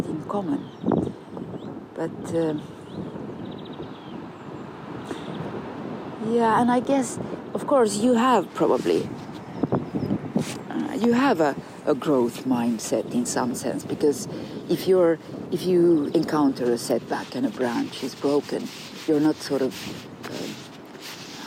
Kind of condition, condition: setting, outdoors